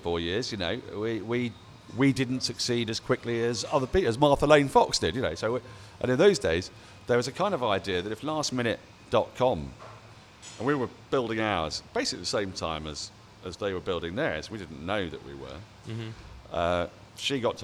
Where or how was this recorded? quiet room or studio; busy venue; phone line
busy venue